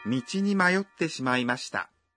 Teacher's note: Para pronunciar mayotte, faça uma pausa depois de mayo.